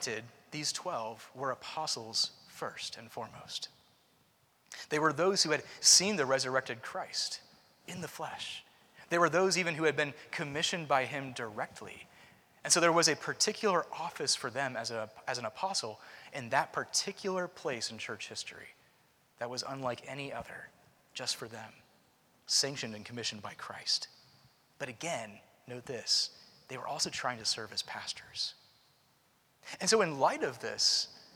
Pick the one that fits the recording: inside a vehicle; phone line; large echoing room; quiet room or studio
large echoing room